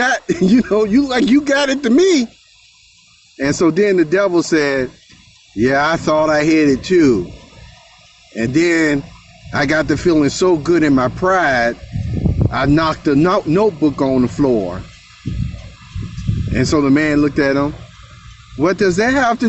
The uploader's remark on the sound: This is from the Perceptive Readers Telegram App Group on the fly, if you will, moment. Therefore, you can hear the outside environment sounds.